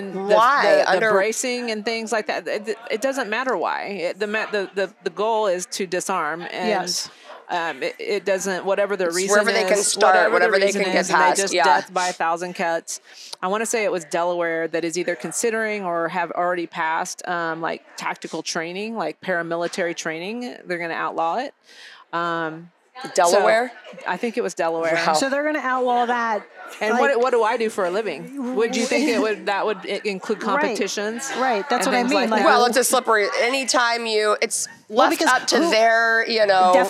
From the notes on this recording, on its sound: live from YWLS